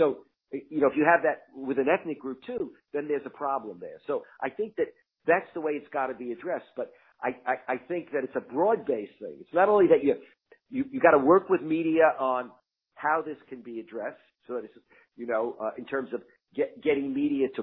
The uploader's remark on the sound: talks over the phone